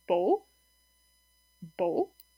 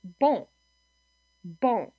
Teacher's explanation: So this would be a non-nasalized vowel in the word beau, beau, and then nasalized would be bon, bon. So in a nasalized vowel, nasal vowel, some of the air actually comes through your nose when you pronounce the vowel, not just through your mouth · Shown in: second take